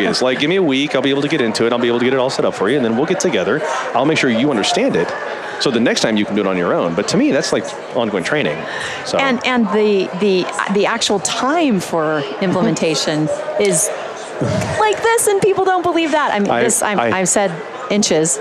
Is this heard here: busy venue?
yes